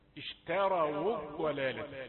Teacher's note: احرص على ترقيق التاء التي قبل الراء المفخمة